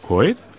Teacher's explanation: Bei kalt und Holz wird das L vokalisiert. Man sagt also nicht kalt, sondern kalt und nicht Holz, sondern Holz.